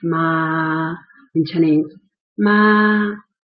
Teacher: ma has the highest pitch